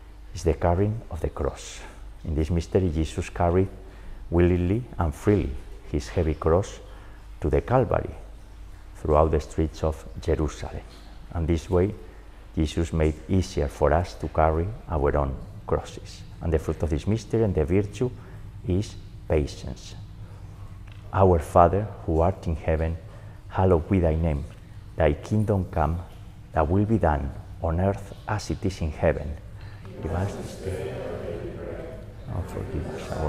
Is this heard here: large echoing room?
yes